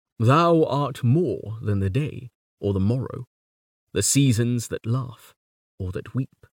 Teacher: the delayed stress falls on a series of long vowels · Term: anapest